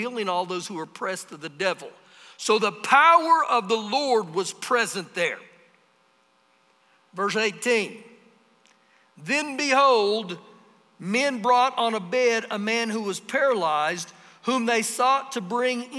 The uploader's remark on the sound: Recorded live during our Wednesday night service.